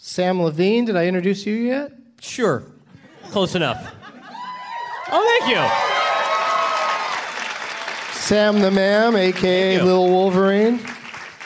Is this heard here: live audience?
yes